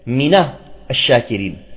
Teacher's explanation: لاحظوا أنه بعد النون هناك همزة وصل، هذه همزة الوصل، فنحرك النون من كلمة من الجارة، يعني حرف الجر من، بالفتح · Term: التحريك بالفتح